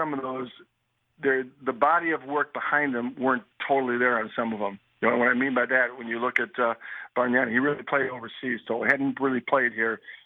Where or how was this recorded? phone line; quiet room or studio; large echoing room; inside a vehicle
phone line